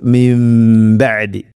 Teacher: സാക്കിന നൂന് ശേഷം ബ വന്നാൽ നൂനിനെ മാറ്റി മീമാക്കണം, അതാണ് ഇഖ്ലാബ്. അപ്പോൾ മിം ബഅദി, അങ്ങനെ മണിച്ചുകൊണ്ട് ഉച്ചരിക്കണം, മീമാക്കി മാറ്റി മണിക്കണം.